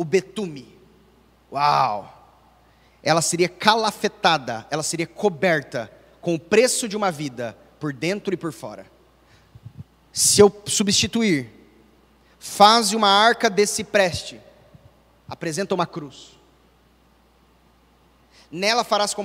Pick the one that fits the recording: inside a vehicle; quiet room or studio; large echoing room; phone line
large echoing room